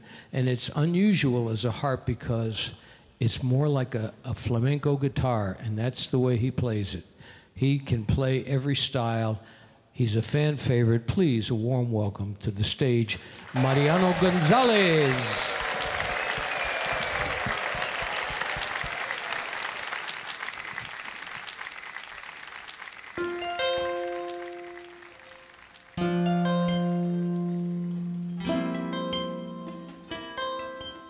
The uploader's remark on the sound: Live at the South Point Casino